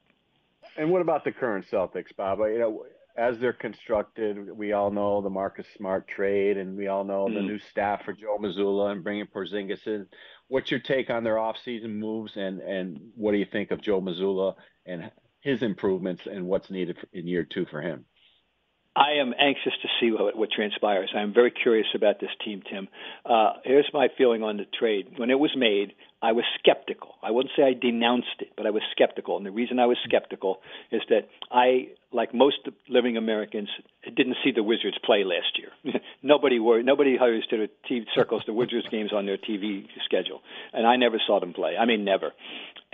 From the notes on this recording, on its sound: Calls in Live.